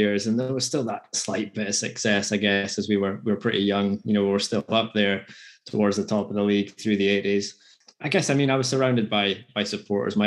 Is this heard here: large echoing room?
no